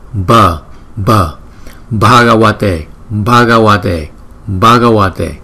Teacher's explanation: Nếu mà chữ B không thì chúng ta đọc là B. Nhưng chữ B đính kèm với chữ H thì chúng ta đọc là B. Cái hơi trong miệng chúng ta đưa ra nhiều một chút.